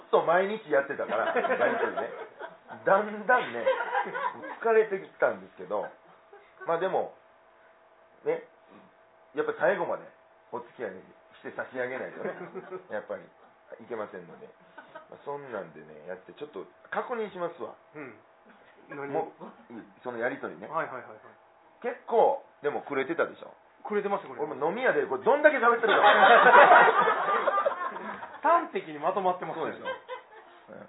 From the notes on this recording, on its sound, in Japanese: ツギハギ荘にて開催された公開収録分の前半のその１となります。